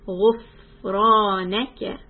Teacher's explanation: So for the fa sukun, give it a little time, then hold the ra.